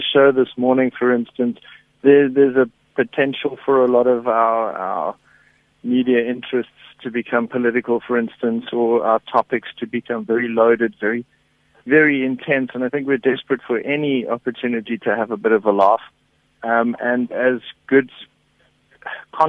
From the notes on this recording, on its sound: GUEST (Phone)